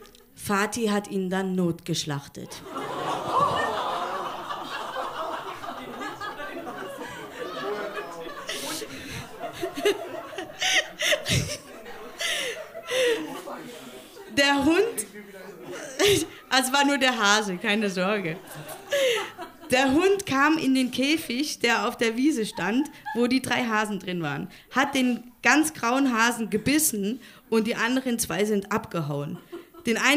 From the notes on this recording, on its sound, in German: Ausschnitte aus der Veranstaltung vom 09.12.2018 im Monarch, Berlin. Liveshow am 09.12.2018 im Monarch, Berlin. Heißen Dank an den Monarch, unser tolles Publikum.